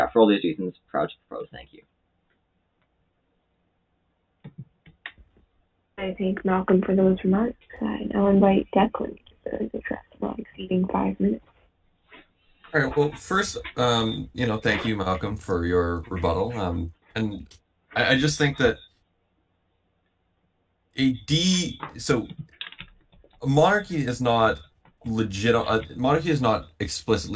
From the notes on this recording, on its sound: we apologize for the audio issues